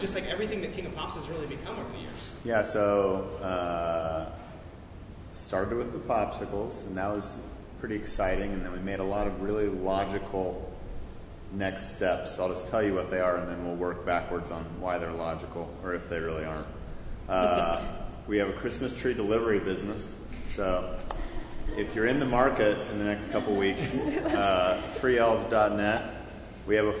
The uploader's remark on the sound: At General Assembly last month. The recording was done LIVE in the main room, so it may be a little hard to hear in places. The Q&A portion at the end.